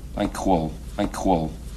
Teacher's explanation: what Malkovich does here is something that no Russian speaker speaking English would actually do, which is palatalize everything